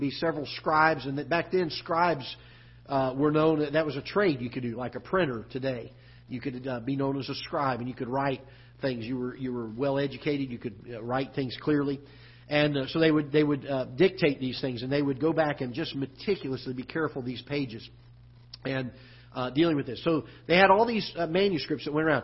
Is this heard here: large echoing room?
yes